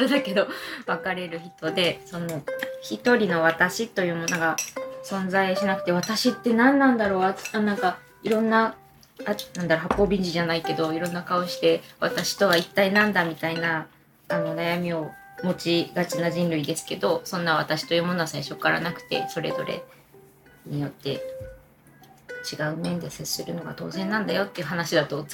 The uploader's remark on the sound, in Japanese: サラダうどん食べながら、ずぞぞっ音もかき混ぜ音も気にせずに、平常運転で収録です。